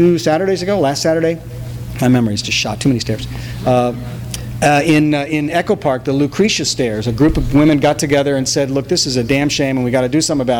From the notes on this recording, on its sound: THIS EVENT WAS RECORDED LIVE AT SKYLIGHT BOOKS